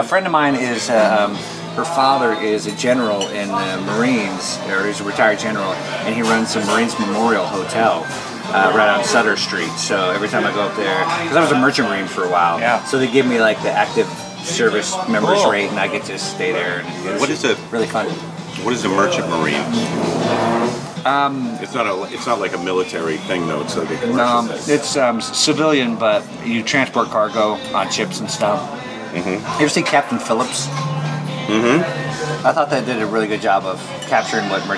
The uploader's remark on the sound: at The San Francisco Saloon in West LA